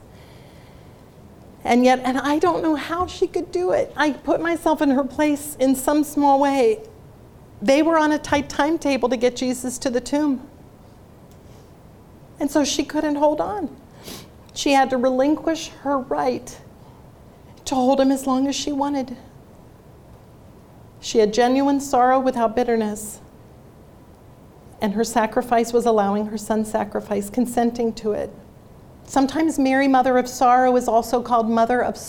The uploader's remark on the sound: talk was part of the Student Leadership Conference at Franciscan University of Steubenville